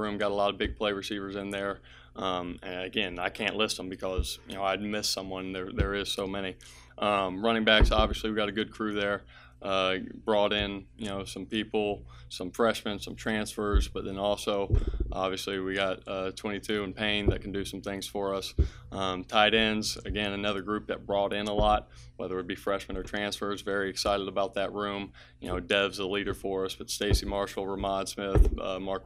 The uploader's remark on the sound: at the Marshall Pre-Camp Press Conference